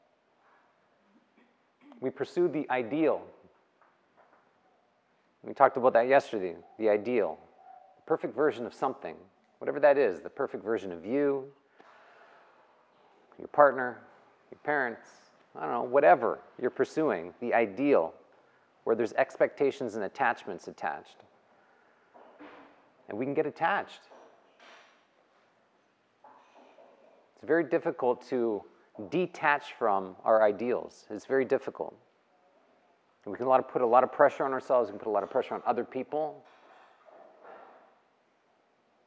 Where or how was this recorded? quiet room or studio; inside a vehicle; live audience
live audience